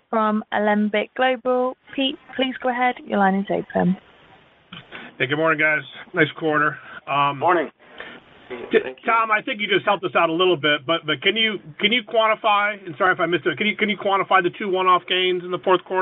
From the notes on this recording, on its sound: Huntington Ingalls's Q4 2023 earnings call, unedited.